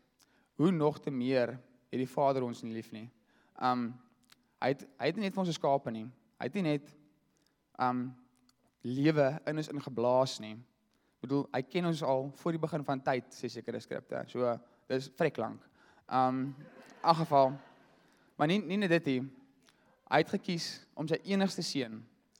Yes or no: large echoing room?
yes